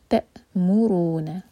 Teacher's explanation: اس کے بعد ہے تأمرون، تا کے بعد حمزہ، اس پر سکون، تو تا کو حمزہ سے جوڑیں گے اور حمزہ کا مخرج ہے کٹ آف ساؤنڈ، تا ہوا رک جانی چاہیے